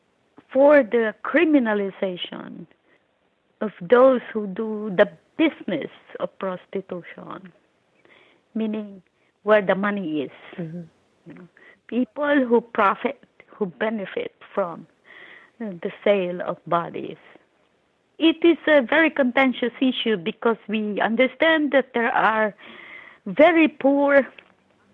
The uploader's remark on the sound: Over the phone from her home in New York.